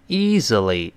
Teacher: 后面 easily 最后发 e，这个 l 呢舌尖不能勾